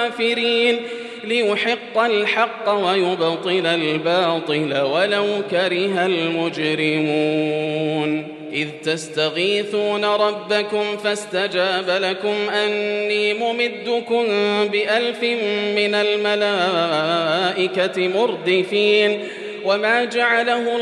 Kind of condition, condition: setting, large echoing room